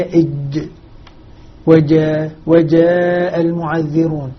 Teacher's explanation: الجيم حرف غير مهموس مجهور، فعندما ننطق به ينبغي أن لا يكون هناك أدنى جريان للنفس أثناء، وهذا الذي يقع به بعض الذين يقرؤون.